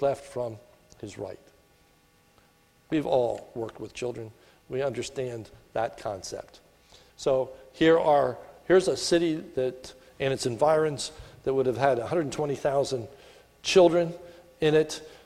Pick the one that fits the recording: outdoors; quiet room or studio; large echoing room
large echoing room